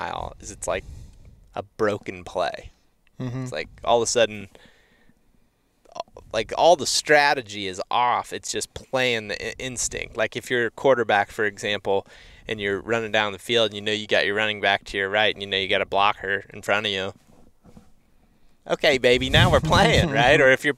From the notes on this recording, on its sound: Sit in the truck and watch a plains whitetail buck locked down with a doe.